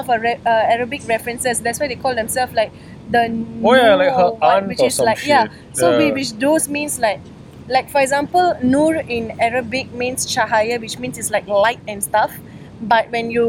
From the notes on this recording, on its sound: Live from the grass in front of Singapore's Victoria Theatre and Concert Hall